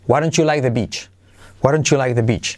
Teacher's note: La T de don't con la Y se convierte en ch